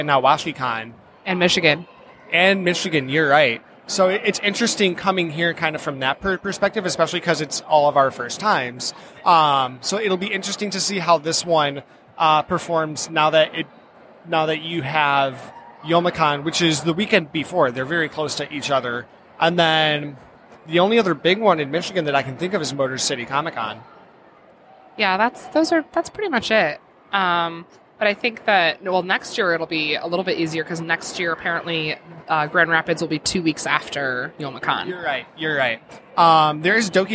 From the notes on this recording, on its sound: Live at Grand Rapids Comic Con